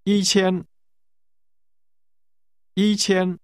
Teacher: Notice the two high-level tones.